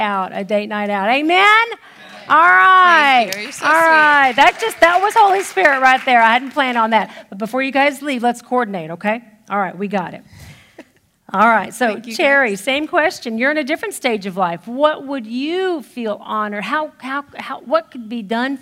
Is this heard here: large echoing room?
yes